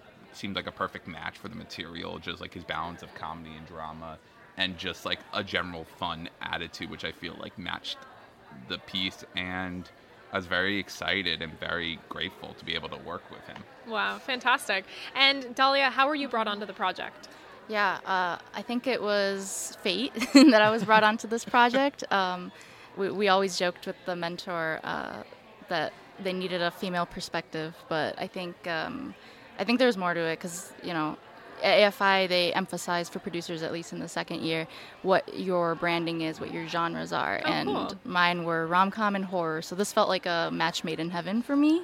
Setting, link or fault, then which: setting, busy venue